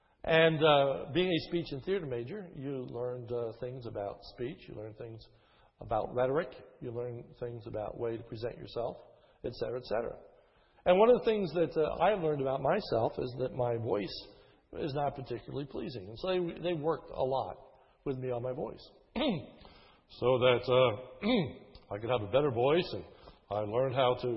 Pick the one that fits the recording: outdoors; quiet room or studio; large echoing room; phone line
large echoing room